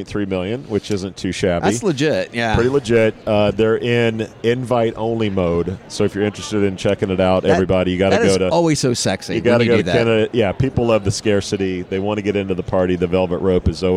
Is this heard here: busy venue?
yes